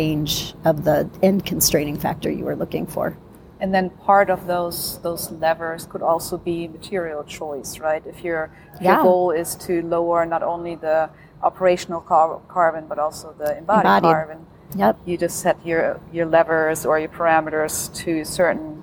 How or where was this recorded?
busy venue